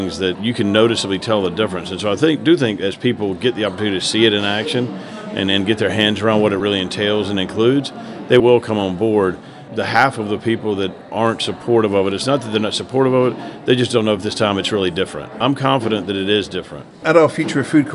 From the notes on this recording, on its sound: talking at Innovation Forum's sustainable apparel and textiles conference in New York in June